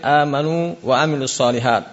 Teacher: Amanu situ berbeda, berbeda makhrajnya. Kalau amanu wawu pertama keluarnya dari jauf, yang kedua antara bibir bawah bibir atas. Makanya tidak boleh dibaca dengan idgham.